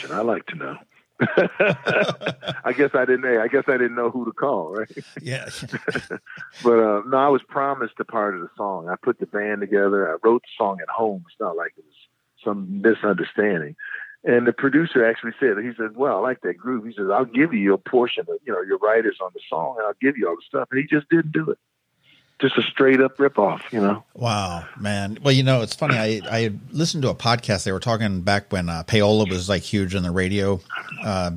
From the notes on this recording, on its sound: We chatted on the phone today